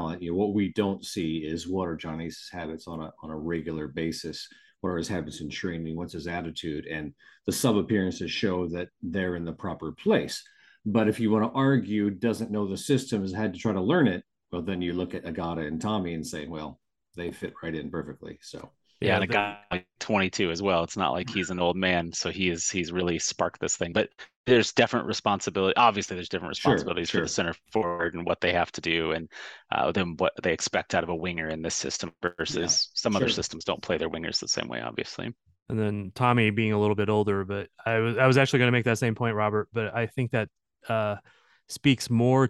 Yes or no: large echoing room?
no